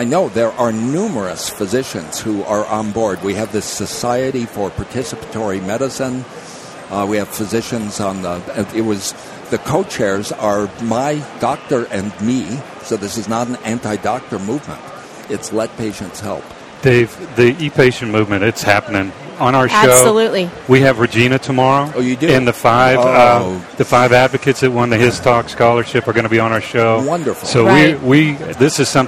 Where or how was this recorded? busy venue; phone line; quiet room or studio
busy venue